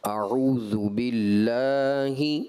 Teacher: شدت نہیں لے کر کے آئیں گے، لام میں شدت نہیں ہے، صفت توسط ہے، اس کو اس طرح سے پڑھیں گے آپ اعوذ باللہ.